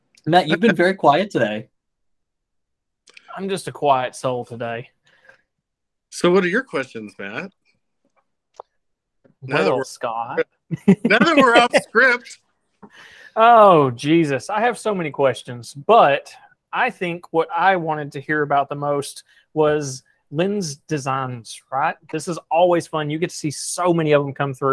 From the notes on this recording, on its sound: Recorded with Google Meet